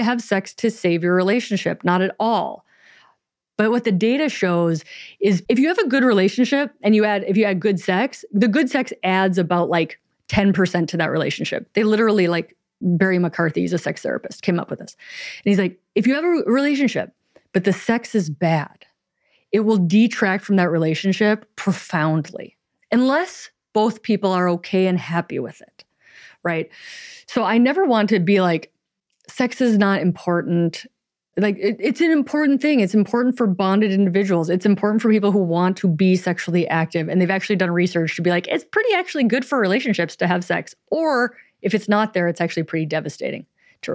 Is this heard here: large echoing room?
no